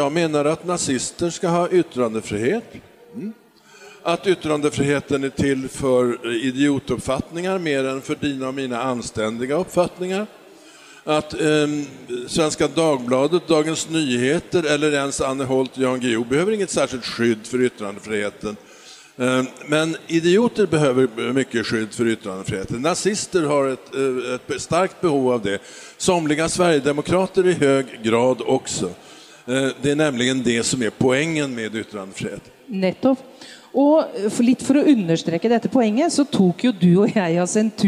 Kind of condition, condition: setting, live audience